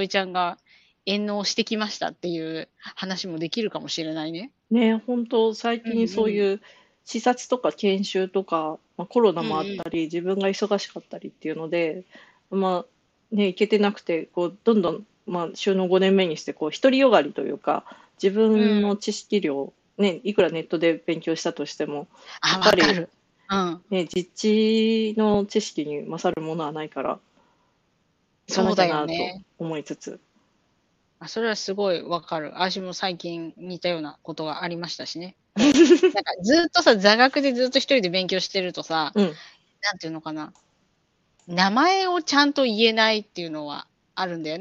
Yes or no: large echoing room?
no